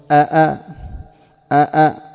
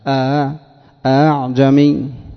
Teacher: فكما تنطق في هذه أعجمي لأنك لو نطقتها محققة الهمزتين ستقول أأ تحقق الهمزتين، لكن الهمزة الأولى محققة أ والثانية مسهلة · Shown in: second take